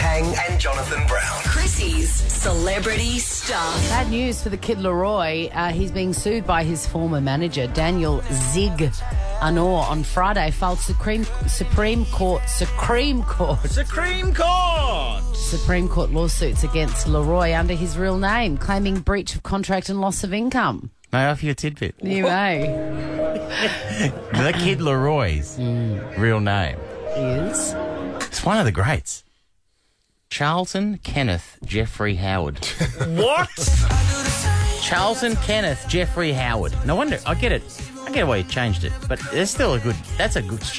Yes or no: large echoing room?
no